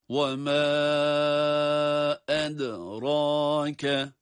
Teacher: وَمَا أَدْرَاكَ 4 elif miktarı kadar uzatılabilecek bir yerdir burası da. Ed rake derken ed dal harfi kalkale ile ve ince.